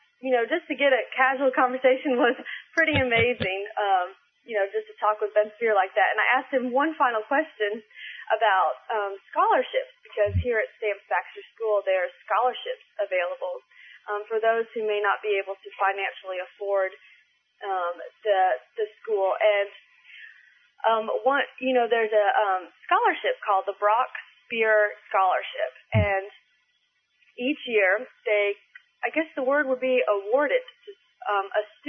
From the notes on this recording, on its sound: She called in to report on what has happened thus far.